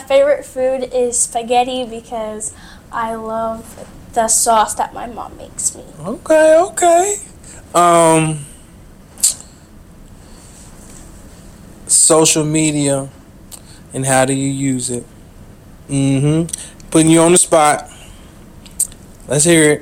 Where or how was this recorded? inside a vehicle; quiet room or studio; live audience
inside a vehicle